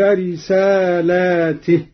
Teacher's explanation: قرأ قالون بمد اللام على الجمع هكذا